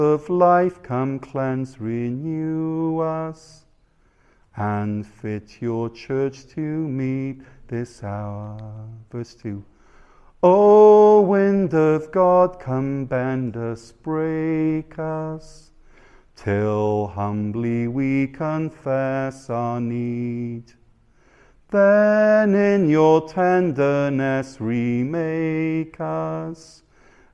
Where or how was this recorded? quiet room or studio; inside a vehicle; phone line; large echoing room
large echoing room